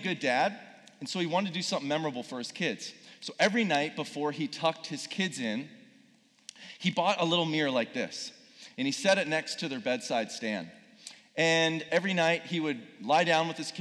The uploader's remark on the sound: Speaking in front of a live audience at Purpose Summit 2019.